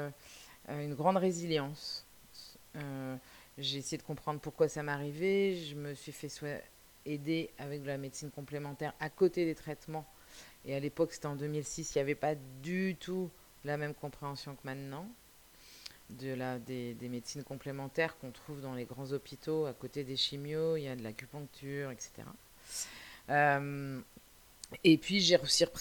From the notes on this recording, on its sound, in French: C'est un 1 er enregistrement, le son de ma voix est un peu à augmenter mais c'est un début.